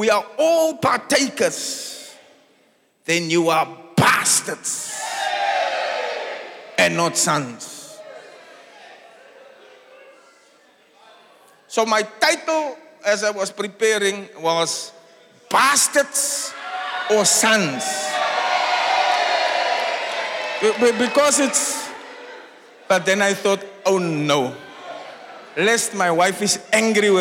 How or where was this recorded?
large echoing room